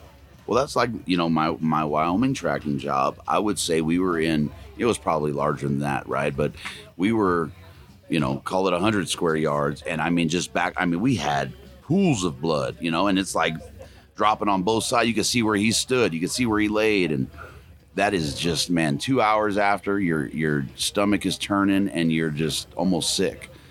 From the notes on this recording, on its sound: Live from Mountain Archery Fest